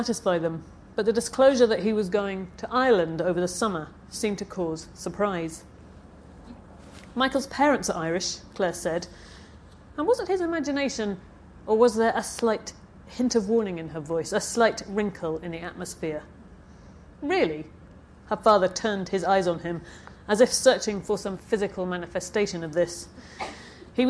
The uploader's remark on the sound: at Edinburgh International Book Festival (edbookfest)